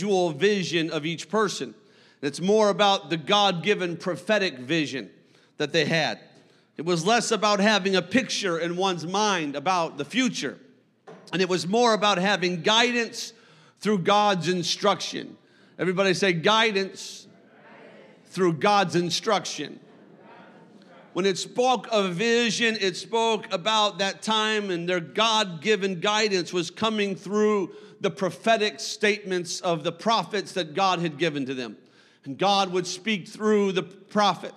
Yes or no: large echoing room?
yes